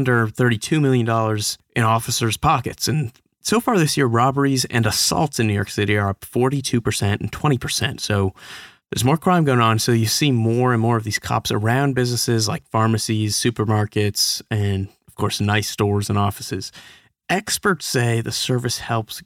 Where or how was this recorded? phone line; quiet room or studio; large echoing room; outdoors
quiet room or studio